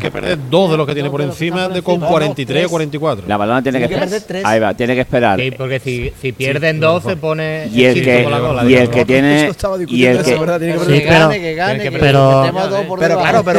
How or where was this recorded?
busy venue